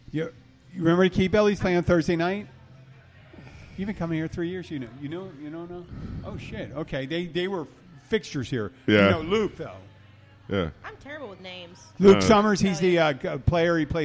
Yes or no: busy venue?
yes